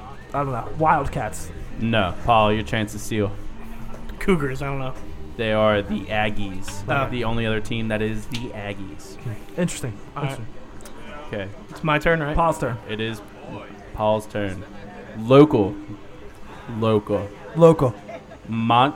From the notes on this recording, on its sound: LIVE from Celtic Halloween at Thomas Murphys Pub